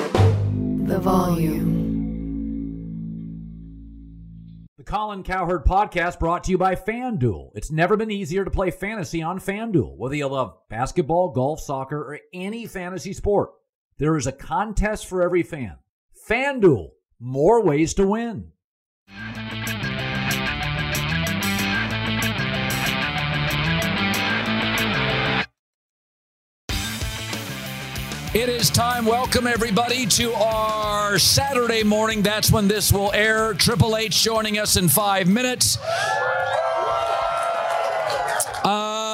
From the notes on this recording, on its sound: Live from Vegas SummerSlam Weekend!